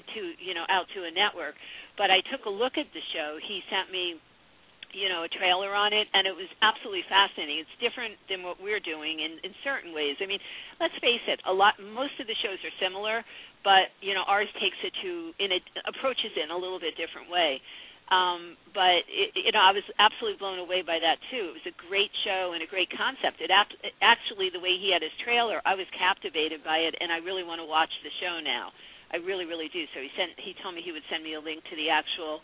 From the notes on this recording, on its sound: Take your calls on the air - LIVE!!! Live call-in radio talk show.